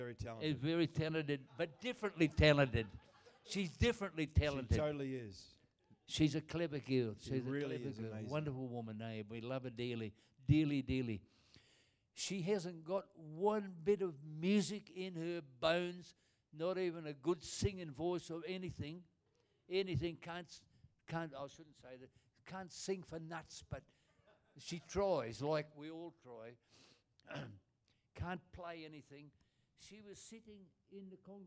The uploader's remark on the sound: Recorded Live at Destiny Church Atherton.